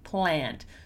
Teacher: This meeting was planned a long time ago. Notice how planned doesn't have this ed sound in the end. It's just a d.